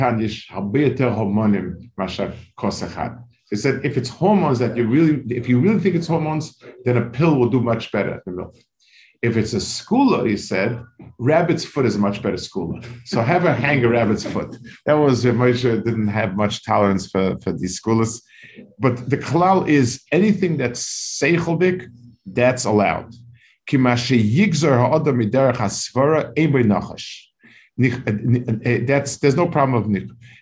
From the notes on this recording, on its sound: This shiur take place over Zoom on Motzei Shabbos.